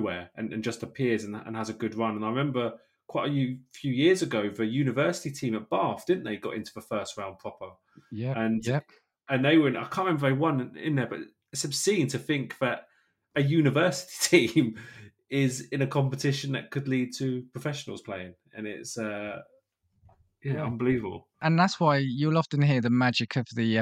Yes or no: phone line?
no